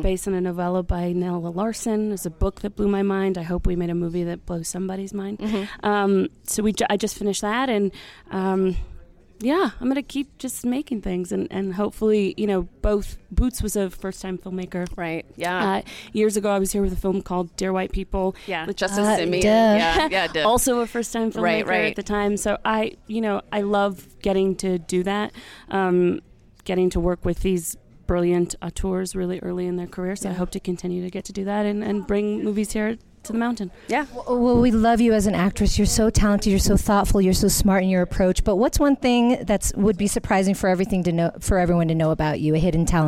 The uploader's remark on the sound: Sundance Red Carpet convos. These red carpets are fast and furious.